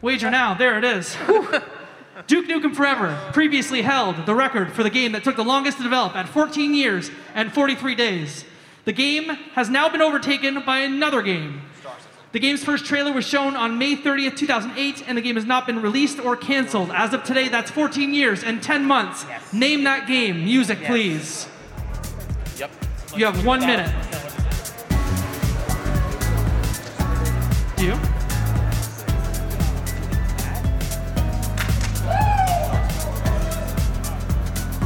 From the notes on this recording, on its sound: Live from PAX East 2023. Video Game Trivia Live returned to PAX with its first trivia gauntlet in Boston! Recorded live at PAX East 2023. At the Boston Convention and Exhibition Centre.